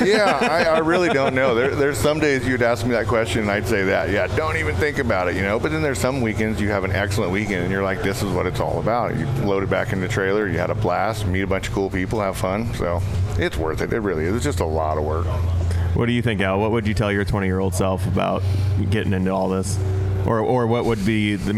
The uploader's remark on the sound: We are live in the Offroad Syndicate trailer at UTV Takeover Coos Bay, OR. We are live in the Offroad Syndicate trailer at UTV Takeover Coos Bay, OR.